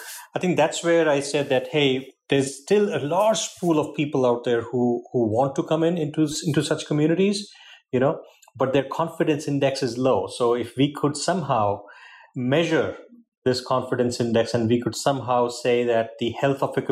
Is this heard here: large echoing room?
no